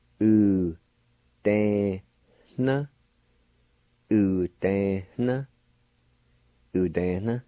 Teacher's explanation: there's an H sound right before the N, or in other words, the N is kind of nasalized